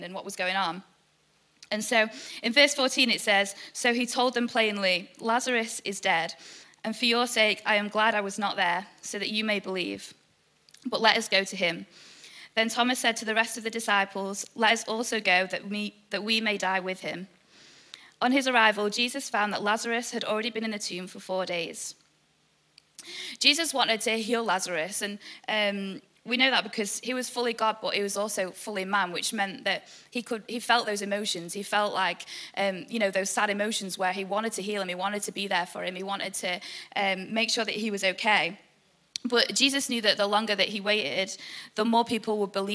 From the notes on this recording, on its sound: EP Launch Night. IKON Church. Recorded live at the Chesterfield Campus this is the message from the evening service.